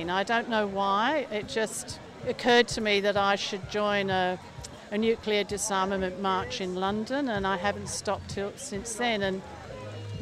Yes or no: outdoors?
yes